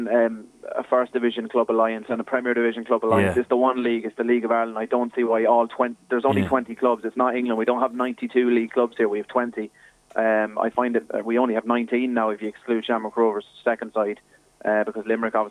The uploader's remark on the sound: joined us on the phone